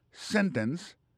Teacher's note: aksan tombe sou premier syllabe la